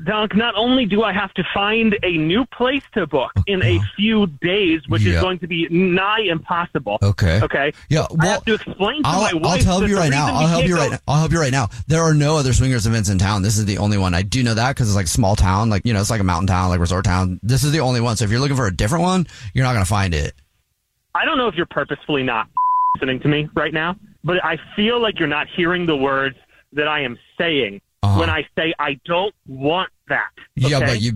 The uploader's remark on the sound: There is a guy on the phone who wants to prank his wife.